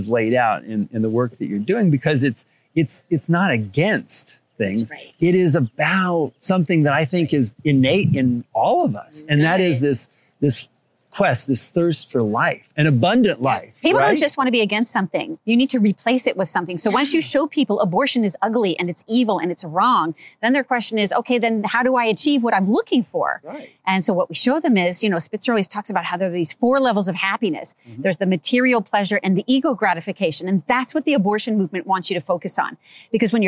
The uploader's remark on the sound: conversation at the Annual Napa Institute Conference in Napa Valley California